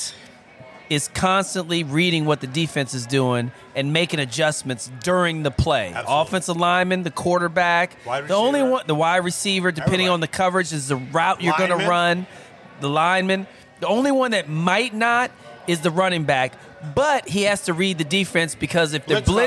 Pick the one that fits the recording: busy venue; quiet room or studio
busy venue